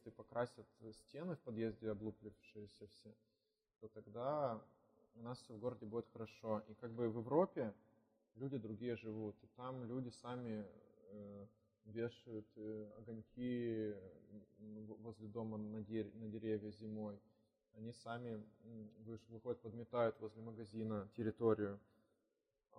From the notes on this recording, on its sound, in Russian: Извиняемся за качество звука, мы тогда только учились.